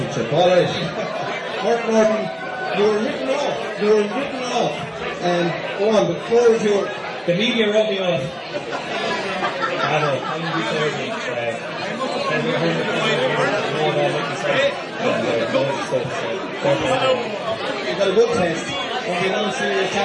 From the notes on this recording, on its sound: Finale night in the Square Bar. Came to a conclusion in the Square Bar in Portlaoise. In front of a live audience. With a full house and a cracking atmosphere.